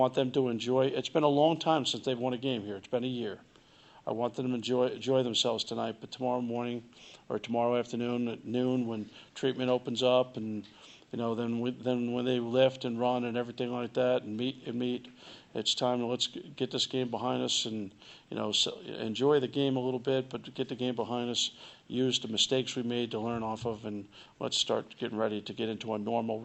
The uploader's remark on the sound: Press Conferences & Post-Game Interviews